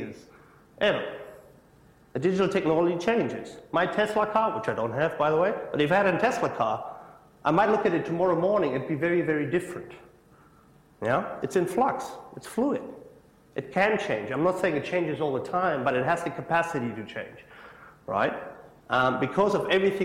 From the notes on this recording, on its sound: IFE Lecture, recorded 1 September 2017 at QUT.